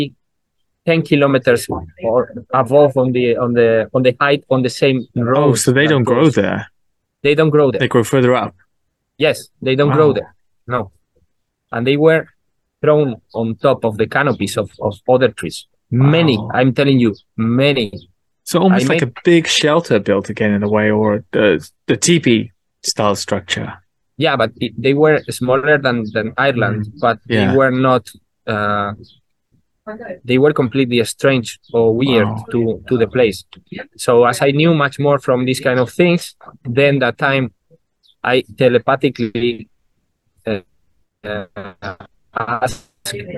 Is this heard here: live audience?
no